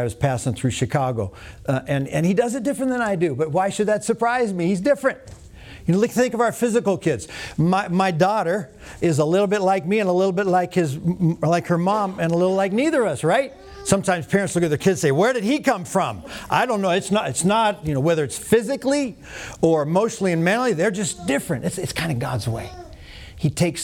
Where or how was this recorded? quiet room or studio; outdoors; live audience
live audience